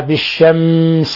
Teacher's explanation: بعض الناس يضغط على الميم كأنه يخفيها في السين وهذا خطأ، يقرأها بالشمس هذا خطأ، لا يجوز، لا يجوز الضغط على الميم، لا يجوز يعني إخفاء الميم في السين، لأن السين من حروف الإظهار الشفوي عند الميم الساكنة.